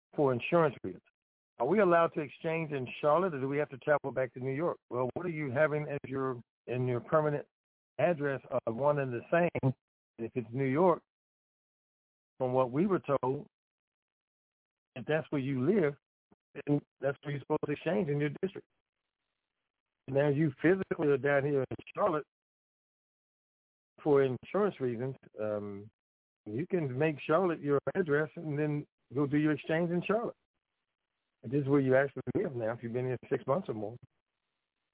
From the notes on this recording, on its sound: TNTSuperfantastic Conference Call